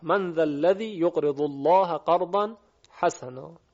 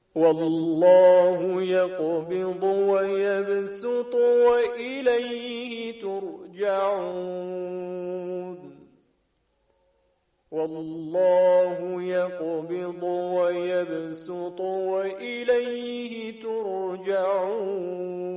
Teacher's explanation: ابتدا با صاد تلفظ می شود و بعد با سین، که وجه مشهورتر هم همین تلاوت با سین هست